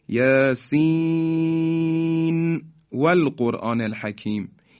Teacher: در سوره های یاسین و قلم در صورت وصل حرف مقطعه اول سوره به آیه بعد نون ساکنه در واو اظهار میشه، دیگه ما ادغام نمی کنیم